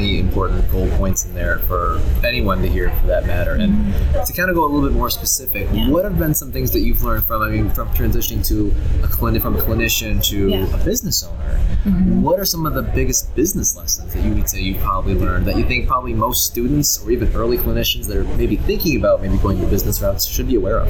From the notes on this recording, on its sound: while attending Smart Success PT Live in Clearwater Beach, Florida during Memorial Day weekend 2018